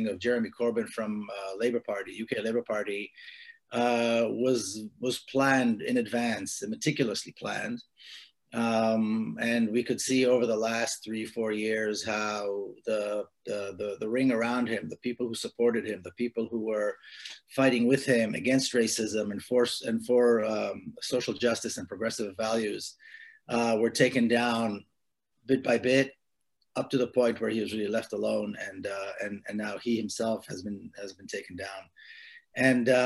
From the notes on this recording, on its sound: In this online event